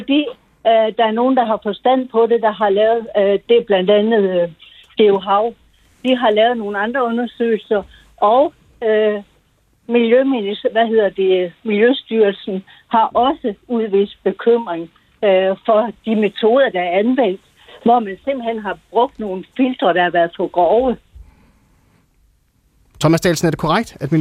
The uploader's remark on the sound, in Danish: Tager telefoner og svarer på spørgsmål live i Ring til regeringen, den direkte vej til magten på P1.